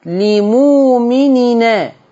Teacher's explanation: هنشيل الهمزة بتاعت أن وناخد الفتحة نحطها على نون التنوين. فتبقى لمؤمنا. · Term: النقل